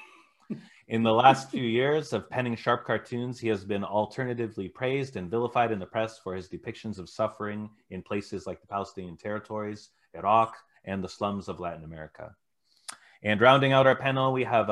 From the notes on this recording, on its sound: This event was held via Zoom